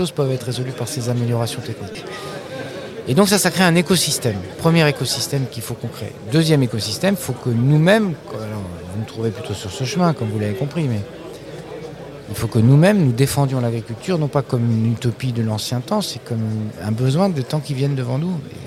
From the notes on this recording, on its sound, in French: En direct de l'Espace podcasts de la 36ème édition du SPACE